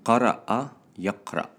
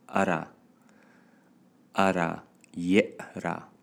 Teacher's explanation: In Amiyya, we don't pronounce the qaf and we ignore the hamza. · Shown in: second take · So it becomes ara.